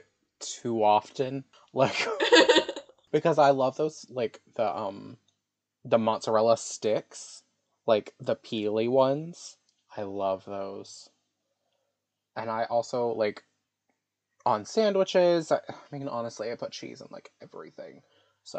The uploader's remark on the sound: we are plagued by audio issues so forgive the fact this one sounds like garbage!